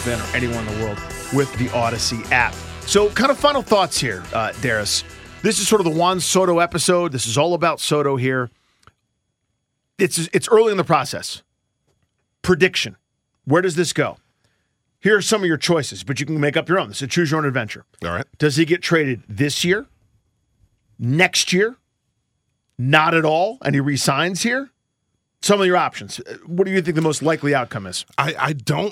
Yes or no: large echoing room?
no